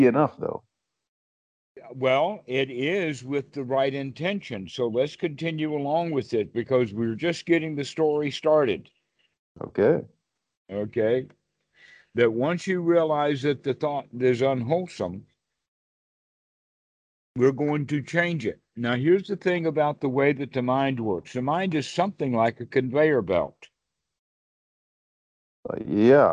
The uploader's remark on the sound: skype calls on this channel